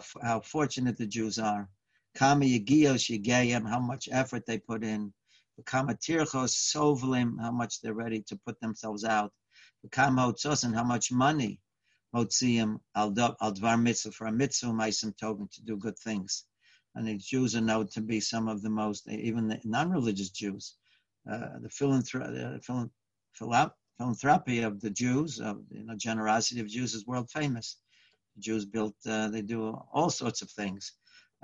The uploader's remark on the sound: Live On Zoom